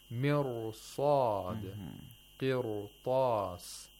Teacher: If it's a letter of istirla, if there is a letter of istirla after the ra sakina, even if it's preceded by kasra, you still have to pronounce the ra with tafkhim, not with tarqiq · the back of the tongue raises toward the soft palate, the velum · Term: velarized